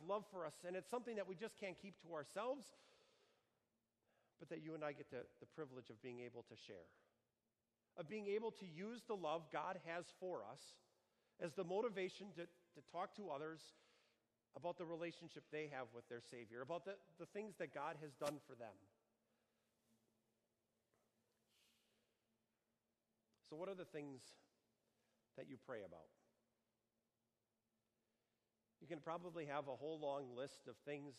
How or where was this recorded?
large echoing room